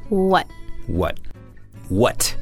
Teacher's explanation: T at the end of a word is held.